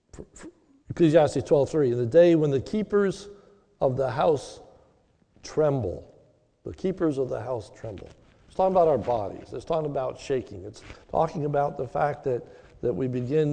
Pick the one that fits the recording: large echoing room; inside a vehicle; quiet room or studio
large echoing room